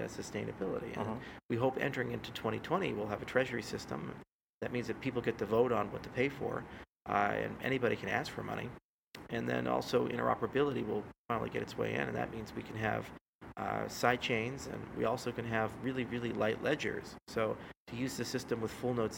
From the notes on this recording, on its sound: We recorded this episode live in Miami at his event.